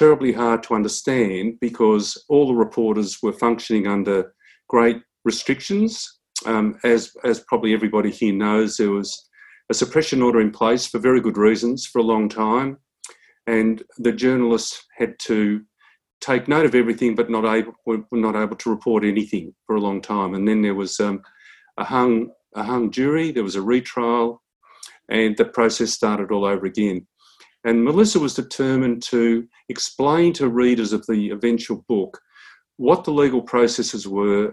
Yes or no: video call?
yes